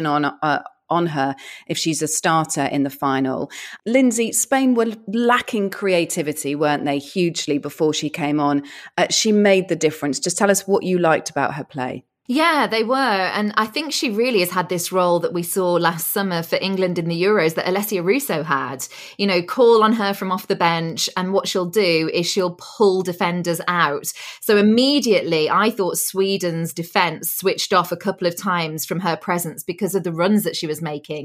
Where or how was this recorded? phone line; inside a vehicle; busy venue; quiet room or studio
quiet room or studio